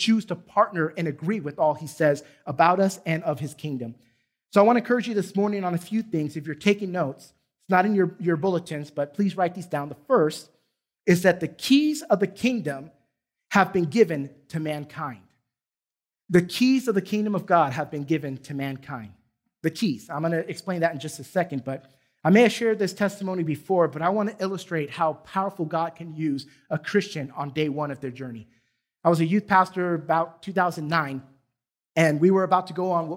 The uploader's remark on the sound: Recorded from South Gate Fellowship in Duncanville, TX on Sunday, August 1, 2021.